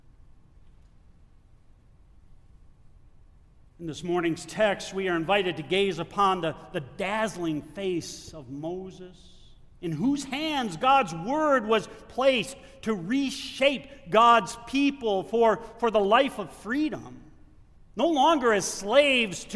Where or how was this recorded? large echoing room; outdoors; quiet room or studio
large echoing room